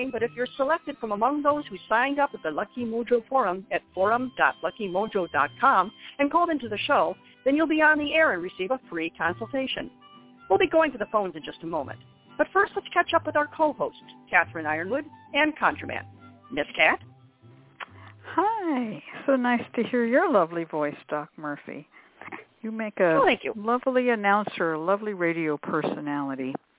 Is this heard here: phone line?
yes